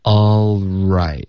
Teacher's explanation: 这个 l 的音会持续到 r 出现